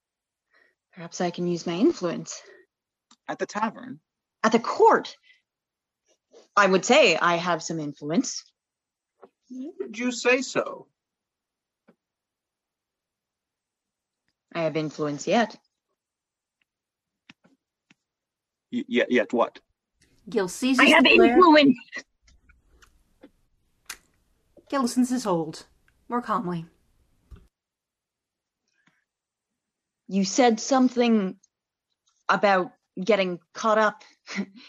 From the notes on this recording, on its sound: We started gathering some of our favourite people every Tuesday & Saturday night to read scripts over Zoom.